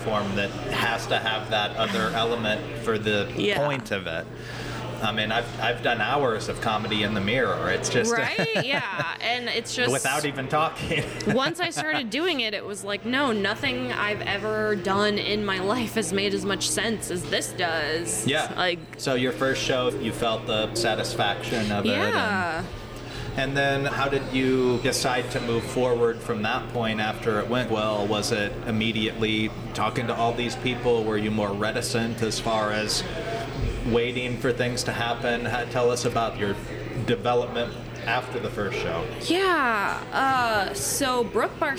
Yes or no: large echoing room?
no